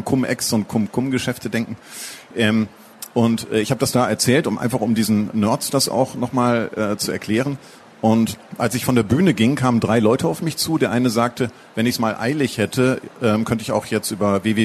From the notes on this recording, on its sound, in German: Das Gespräch wurde Mitte Oktober im Rahmen der Veranstaltungsreihe „Der SPIEGEL im Gespräch auf der Frankfurter Buchmesse“ aufgezeichnet.